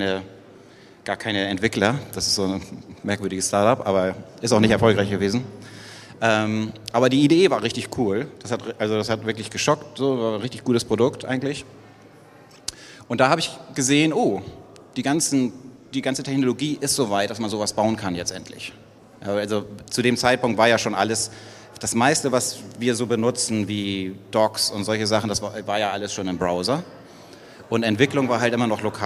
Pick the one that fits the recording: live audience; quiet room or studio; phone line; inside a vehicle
live audience